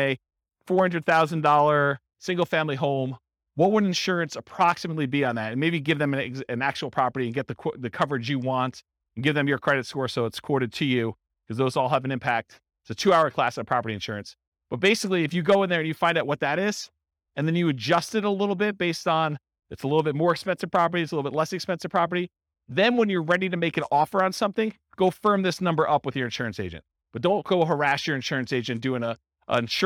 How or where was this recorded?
live audience